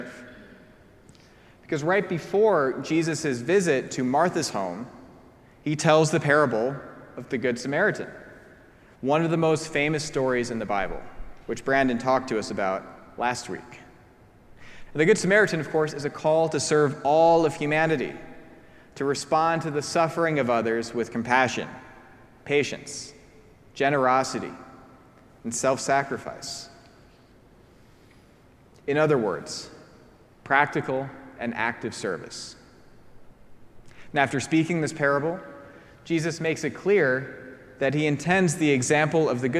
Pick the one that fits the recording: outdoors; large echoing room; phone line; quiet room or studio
large echoing room